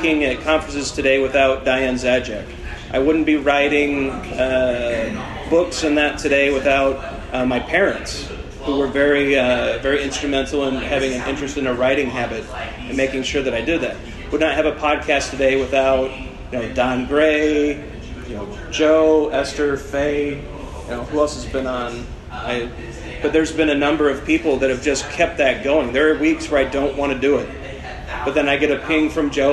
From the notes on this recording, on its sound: The Agile Coaching Summit 2017. This episode is the recording of an open space sessions that I hosted. We had lots of great questions from the group that joined us.